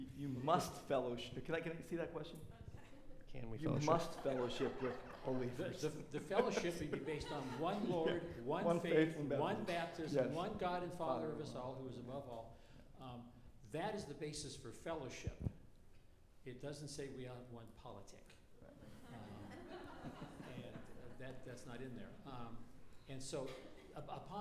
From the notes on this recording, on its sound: Questions about this topic from the audience.